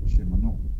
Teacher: In the word Cimarron, the R sound is replaced with an L sound.